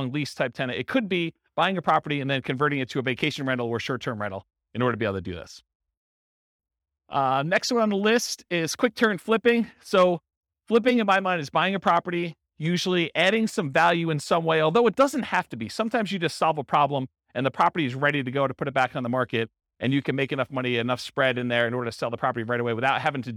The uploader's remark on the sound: Real estate entrepreneurs in Dayton, Ohio. This was a live class recorded to give investors a solid qualitative overview of all the different real estate investing strategies. The live in-person version.